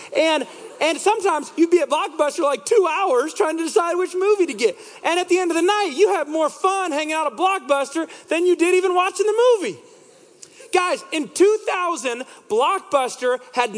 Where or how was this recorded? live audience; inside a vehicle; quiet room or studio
live audience